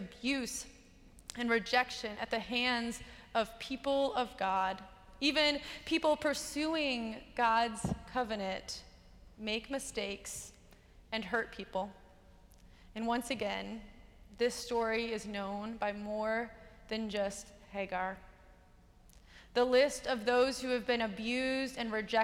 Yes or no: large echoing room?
yes